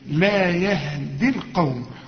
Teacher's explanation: الياء هنا المرسومه بلغيها كانها غير موجوده لانها ساكنه